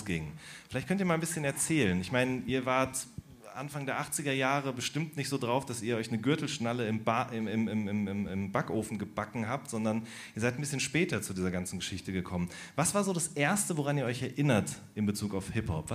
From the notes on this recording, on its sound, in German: In Frankfurt zuerst auf der Bühne.